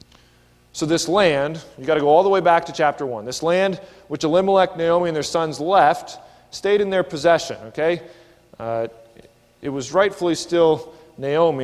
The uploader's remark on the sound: This is a sermon recorded at the Lebanon Bib;e Fellowship Church in Lebanon, PA during the evening service on 8/18/19.